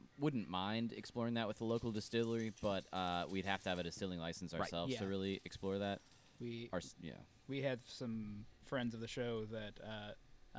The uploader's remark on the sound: Interview at The Void Sake Company